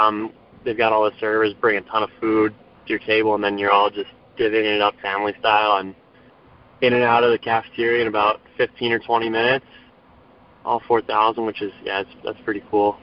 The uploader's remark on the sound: The recording of this special Veteran&#8217;s Day conference call. The recording of this special Veteran’s Day conference call.